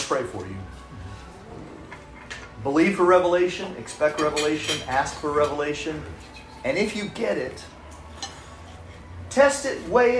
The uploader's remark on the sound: This is a recording of a recent live event which was a private dinner of about 25 business people in Brisbane. You will hear some background restaurant noise.